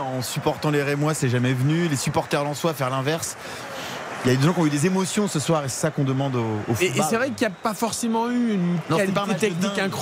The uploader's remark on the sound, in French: en direct de Bollaert